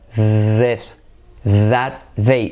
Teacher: hay que hacerla como una Z pero activando las cuerdas · Term: TH hecha suave